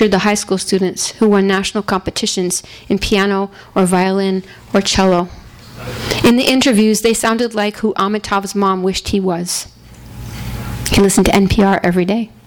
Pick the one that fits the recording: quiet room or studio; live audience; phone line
live audience